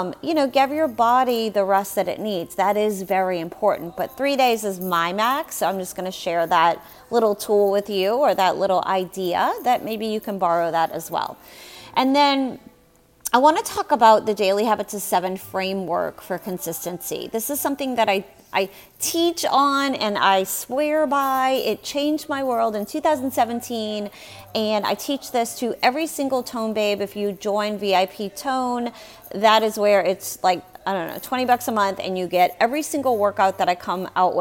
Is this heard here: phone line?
no